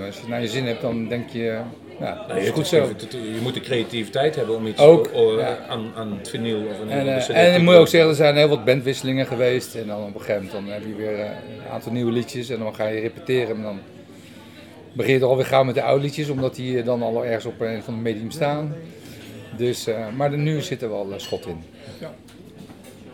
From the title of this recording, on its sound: Live in Bluesmoose café